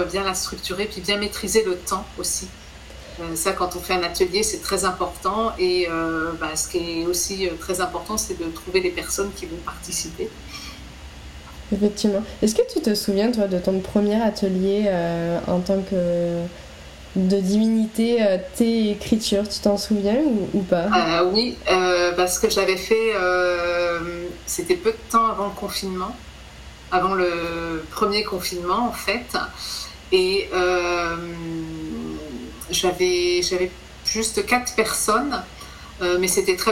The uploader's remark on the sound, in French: Ce podcast a été enregistré à distance, ce qui modifie un peu la qualité de son.